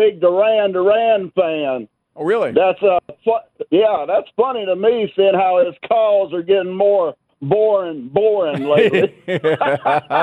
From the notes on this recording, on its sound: Final hour of an interesting show and we wrap things up with nothing but your phone calls.